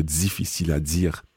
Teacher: And you'll hear here where she says, c'est difficile à dire. She really uses quite a Canadian pronunciation, using the z for the di